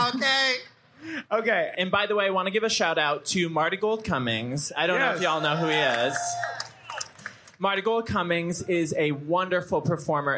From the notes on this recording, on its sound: LIVE episode, recorded at RuPaul’s DragCon in NYC